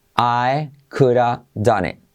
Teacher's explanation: La D la hacen como R suave, semiclave y omiten la H.